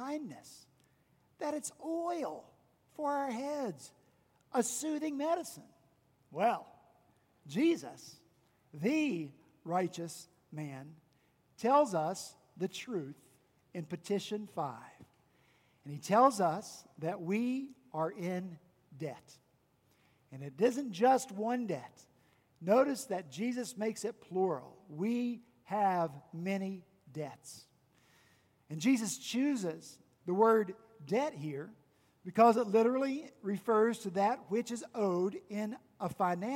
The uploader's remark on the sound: on Sunday, June 2 at Redeemer Presbyterian Church in Charleston, SC